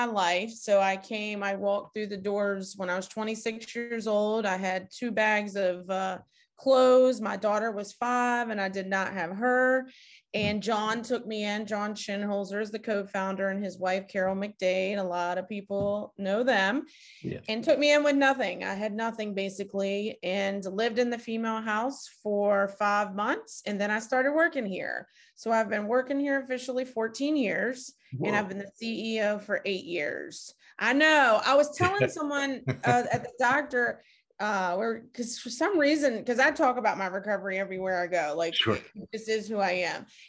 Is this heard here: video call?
yes